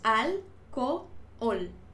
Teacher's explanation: en este caso tenemos dos vocales fuertes, así que se separan